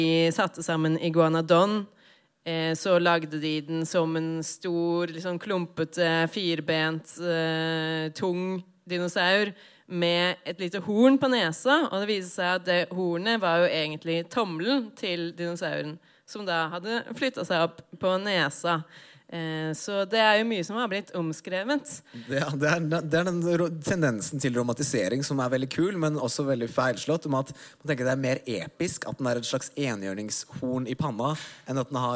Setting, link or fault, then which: setting, live audience